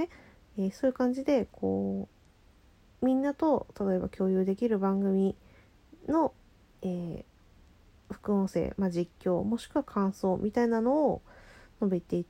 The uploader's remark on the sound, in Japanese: ちょっと雑音が入ってますのでお耳ご注意。From Radiotalk。